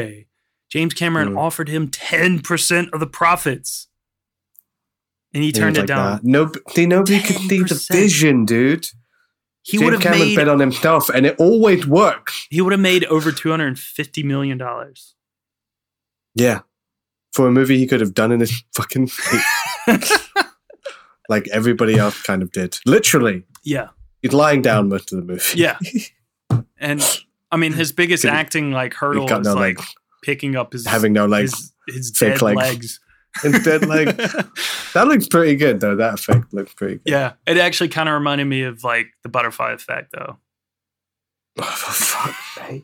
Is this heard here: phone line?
no